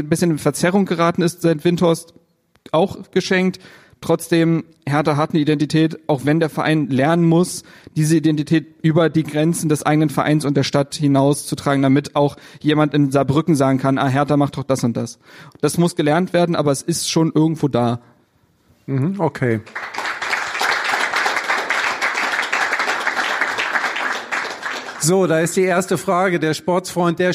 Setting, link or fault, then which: setting, live audience